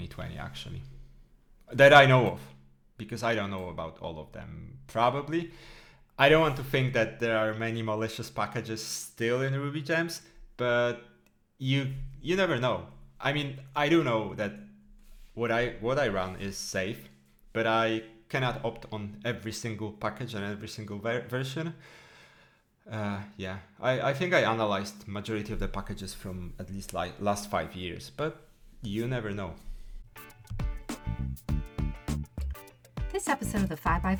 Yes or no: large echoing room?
no